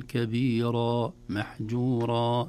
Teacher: إذا وقفنا نقف بمد طبيعي يسمونه مد العوض، والعوض هو عوض عن حذف النون